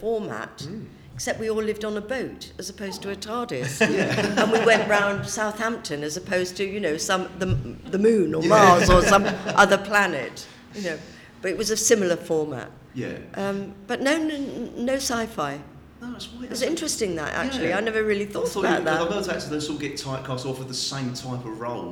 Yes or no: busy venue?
yes